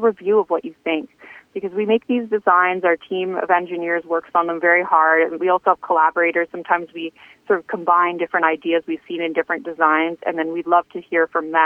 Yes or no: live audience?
no